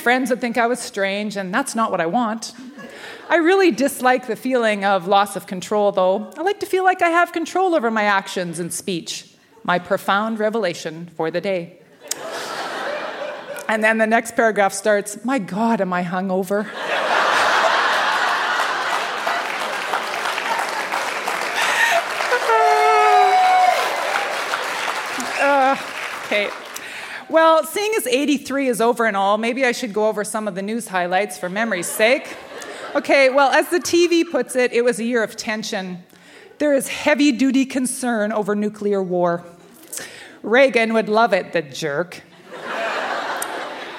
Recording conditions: live audience